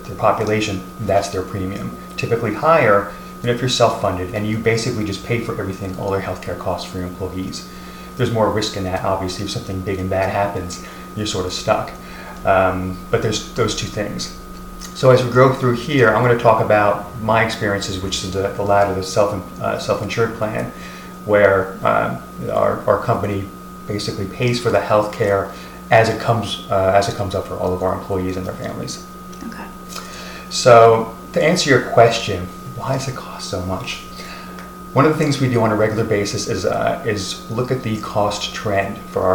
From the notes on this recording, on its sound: Apologies to our listeners for the audio feedback throughout the podcast.